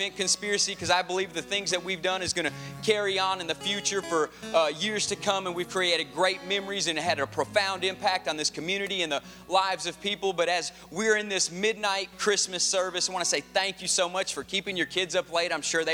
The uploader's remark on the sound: Advent Conspiracy Midnight Christmas Eve Service 2013 (Audio).